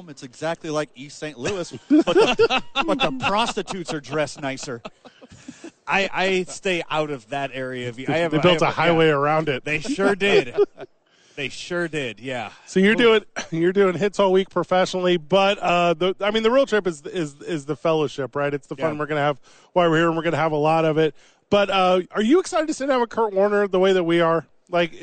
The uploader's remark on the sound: Live from Radio Row.